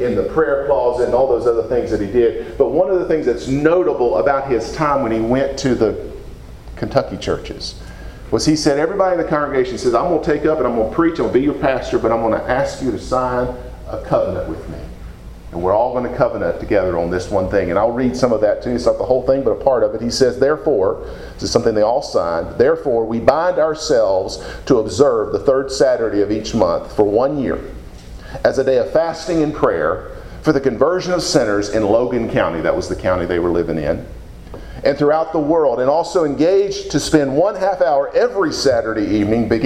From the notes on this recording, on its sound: Preached at Deep Creek Baptist Church in Burlington, NC, on Sunday morning, June 4, 2017.